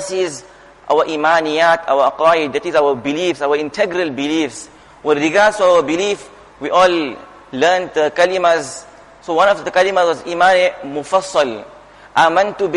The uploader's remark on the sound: Jumuah Lecture at Masjid ur Rahman